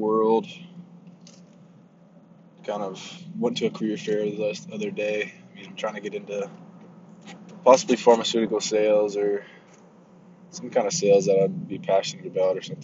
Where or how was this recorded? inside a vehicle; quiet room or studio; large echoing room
inside a vehicle